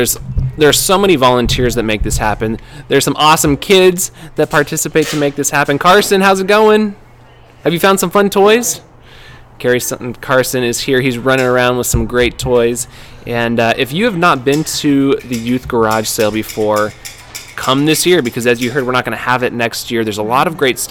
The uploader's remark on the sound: Live from the Youth Garage Sale